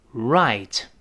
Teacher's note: 这个字母 r 一定是勾舌的动作，舌尖勾回来，不要读 right，不是日。跟老师再读一遍，right。你注意到了吗？舌尖一百八十度卷回来，指向喉咙，rr，再跟 i 连读，再发那个 t。再来一遍，right，在这儿不是正确的，正确的它是形容词，在这是副词，相当于 exactly，就是正是。那比如说